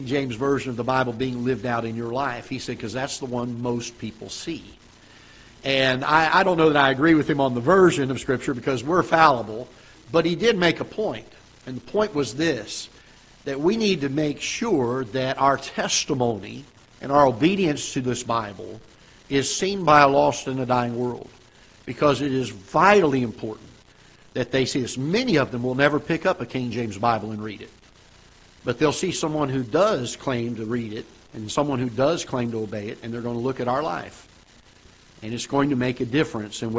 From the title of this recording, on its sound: Ketha Heights Baptist Church ~ Live Broadcast